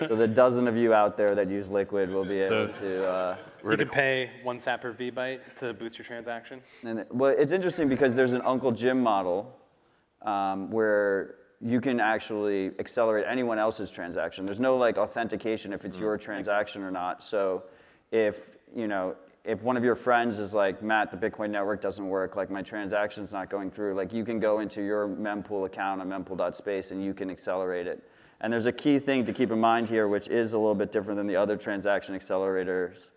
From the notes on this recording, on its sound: Live From the Open Source Stage at Bitcoin 2023 in Miami on May 19th, 2023